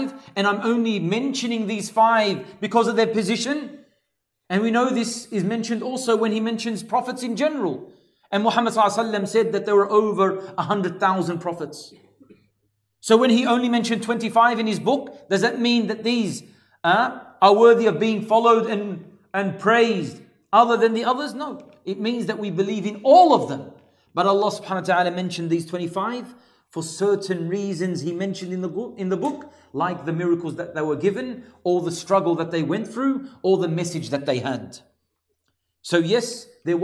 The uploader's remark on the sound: LIVE from ASWJ Auburn